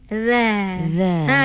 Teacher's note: Dha sifat dia istifal ke bawah, maksudnya merendahkan kita punya lidah kita rendah.